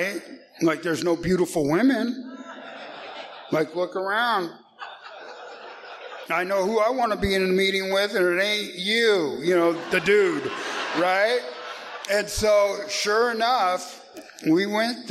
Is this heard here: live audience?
yes